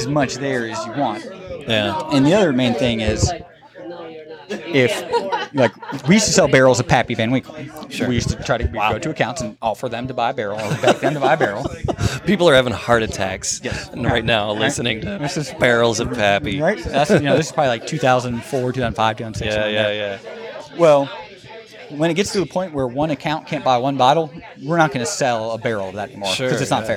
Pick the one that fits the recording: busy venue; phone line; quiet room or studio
busy venue